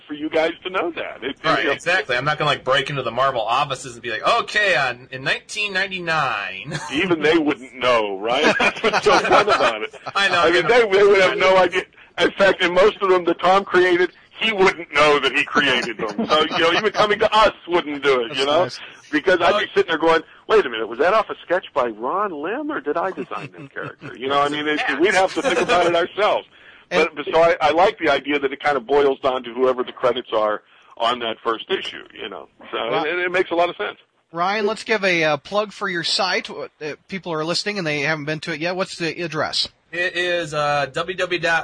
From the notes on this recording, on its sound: With Live Callers. We take live callers from around the world.